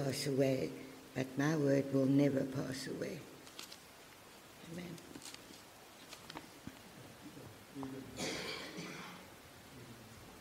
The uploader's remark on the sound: He preached at Pembury Baptist Church on 3rd December 2023.